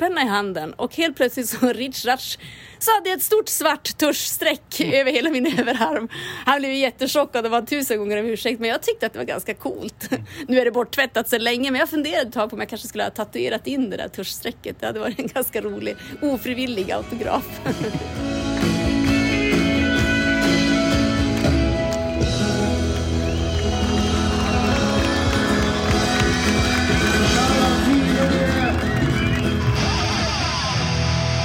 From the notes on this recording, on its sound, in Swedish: Dessutom ett repotage från Kirunafestivalen.